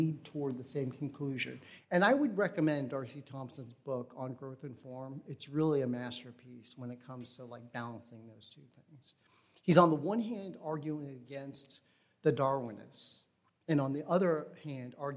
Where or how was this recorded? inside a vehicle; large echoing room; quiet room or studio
large echoing room